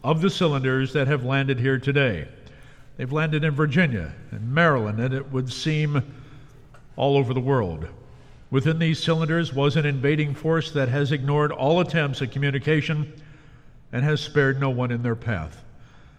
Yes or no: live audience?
yes